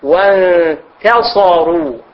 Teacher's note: حرف التاء مخرجه من طرف اللسان مع أصول الثنايا العليا